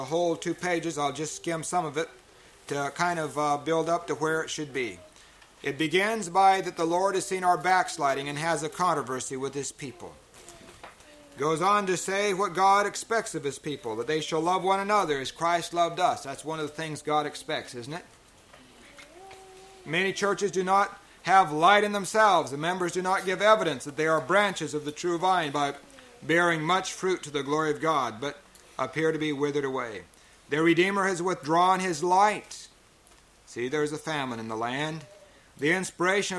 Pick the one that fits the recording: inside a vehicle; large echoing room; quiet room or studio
large echoing room